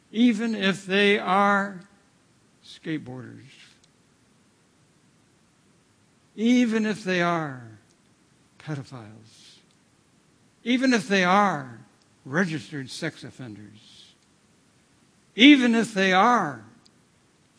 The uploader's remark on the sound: at The People’s Church, Somerville, NB on Sunday evening October 2, 2016